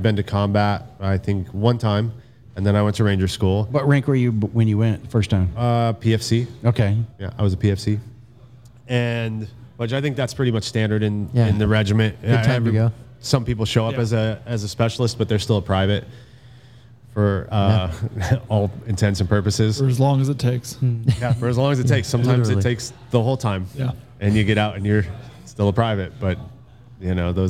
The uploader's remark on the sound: Taped at Line Creek Brewing Co., Fayetteville, GA